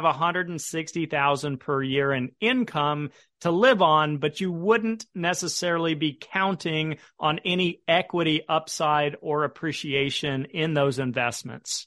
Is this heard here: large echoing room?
no